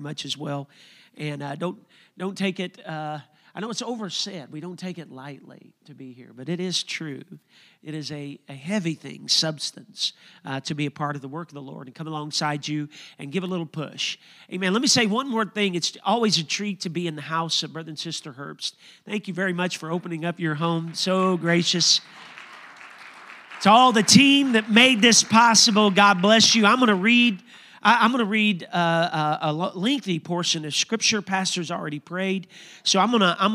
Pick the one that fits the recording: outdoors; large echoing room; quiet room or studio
large echoing room